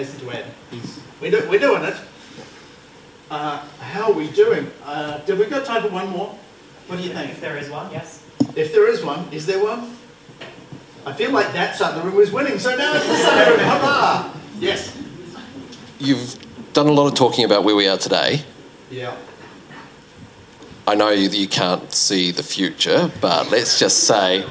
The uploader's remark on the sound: Live recording from NZISF 2023. This talk was recorded live. As part of the New Zealand International Science Festival.